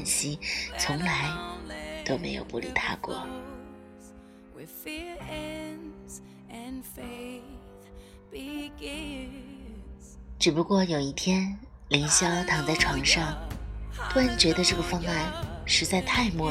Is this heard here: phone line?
no